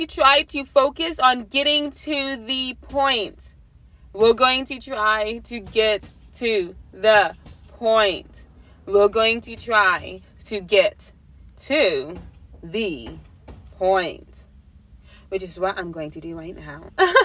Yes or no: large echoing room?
no